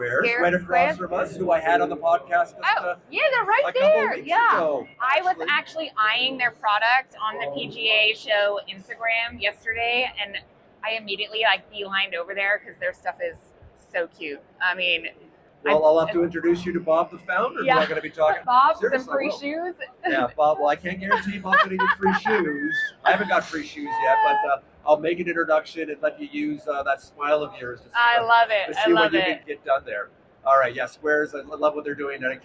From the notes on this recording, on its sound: LIVE From The 2023 PGA Show! Found some time to squeeze in a couple of ModGolf Podcast recording sessions.